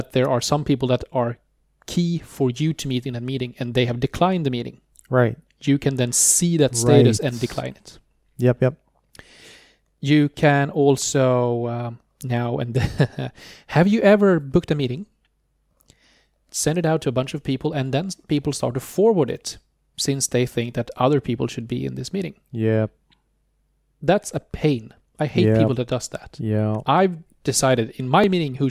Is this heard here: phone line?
no